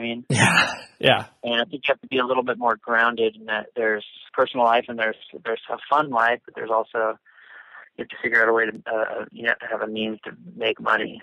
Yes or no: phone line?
yes